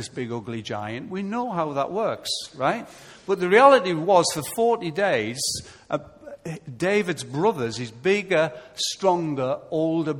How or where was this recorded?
large echoing room